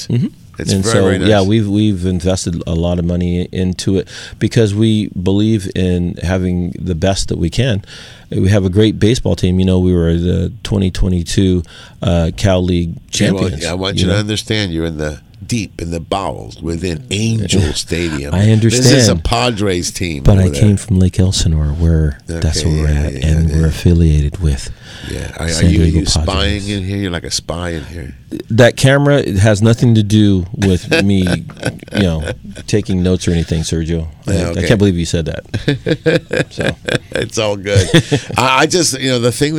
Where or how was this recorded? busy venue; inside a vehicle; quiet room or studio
busy venue